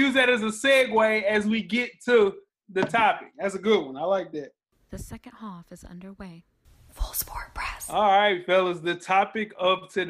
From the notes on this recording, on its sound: our first virtual episode of the quarantine